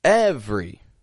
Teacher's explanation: spelled with three syllables, we only pronounce two. Not every, but every.